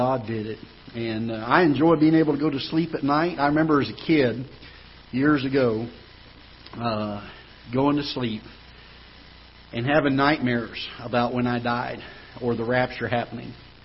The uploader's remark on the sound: Ketha Heights Baptist Church ~ Live Broadcast.